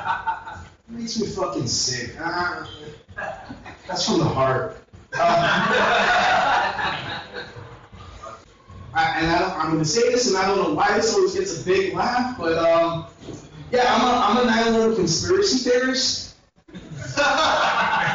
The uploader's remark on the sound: This is a set I did at The Alligator Lounge Open Mic